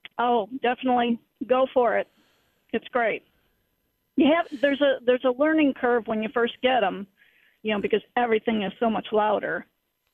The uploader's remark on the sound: takes your phone calls